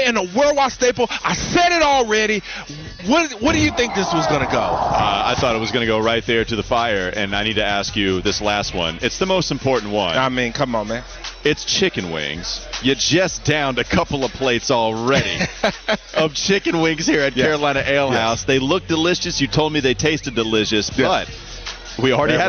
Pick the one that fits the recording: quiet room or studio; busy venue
busy venue